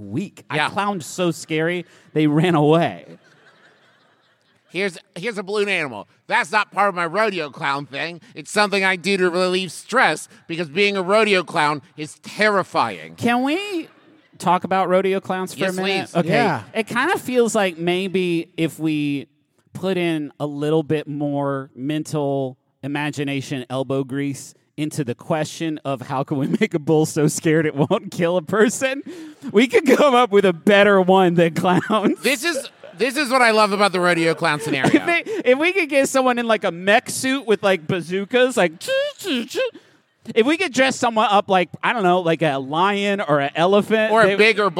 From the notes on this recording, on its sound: live from the sports-themed WaMu theater in Seattle, WA.